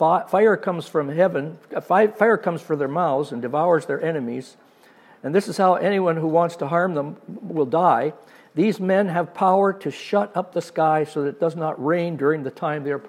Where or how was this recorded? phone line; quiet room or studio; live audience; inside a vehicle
live audience